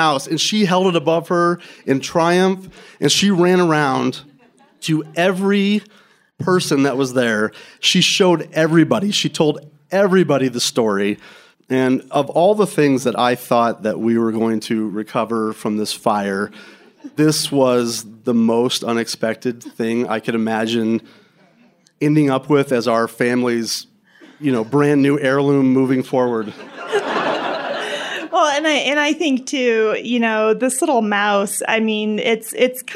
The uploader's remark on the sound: Recorded January 2023 at Louisville Underground.